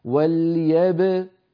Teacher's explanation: إذا وصلنا إلى الكاف ضممنا الشفتين، أما عند الباء فالباء ساكنة مقلقلة